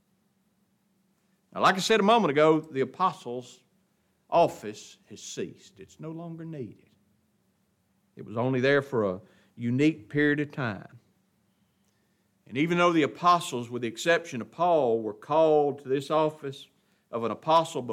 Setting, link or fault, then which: setting, large echoing room